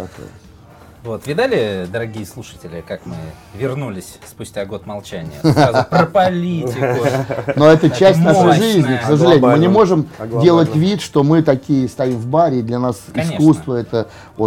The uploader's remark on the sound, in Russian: записывали во время прошедшего недавно MBS 2019